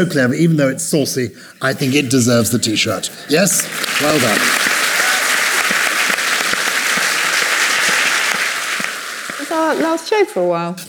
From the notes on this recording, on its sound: We are live from the Bristol Old Vic.